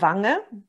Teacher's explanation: Das ist das NG, wie bei Wange. Das hatten wir vorhin schon hier hinten. Das ist hinten der Zungenrücken.